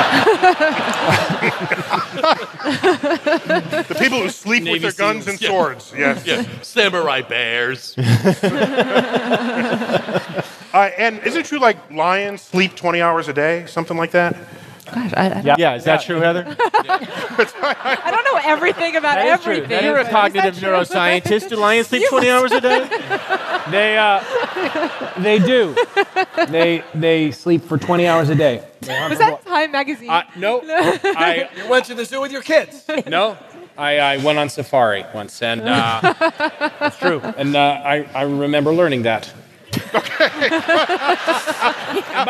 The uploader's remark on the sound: StarTalk Live: Big Brains at BAM